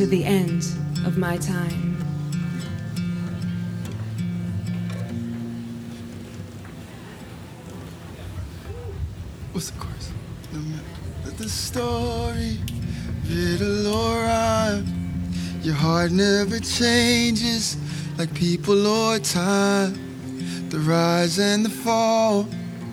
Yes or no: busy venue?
yes